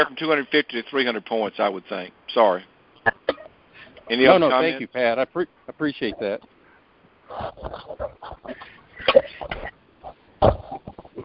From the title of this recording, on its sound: July 2020 Monthly Conference Call